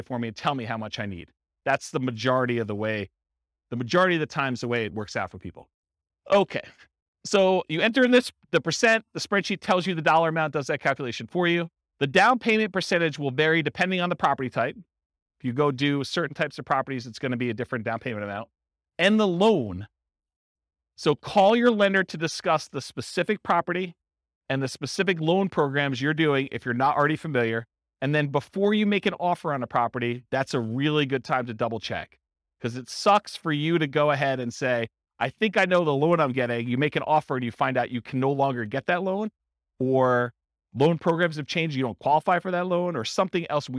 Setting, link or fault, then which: setting, live audience